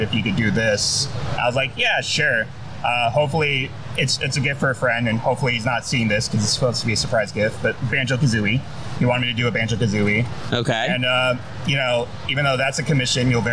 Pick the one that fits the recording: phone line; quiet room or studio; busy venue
busy venue